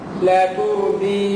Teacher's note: الحرص على ترقيق التاء وتفخيم الراء